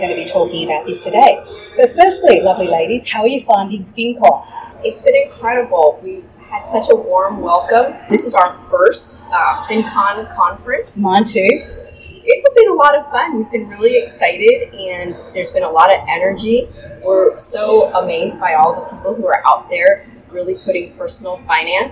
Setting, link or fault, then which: setting, busy venue